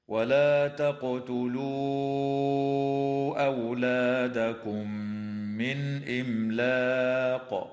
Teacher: تقلقل القاف وصلا ووقفا في كلمة تقتلوا · Term: القلقلة